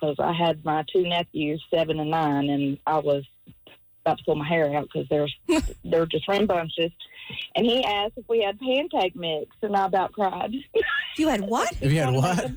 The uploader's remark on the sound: Ladies called in to share the small things their men do that make them happy!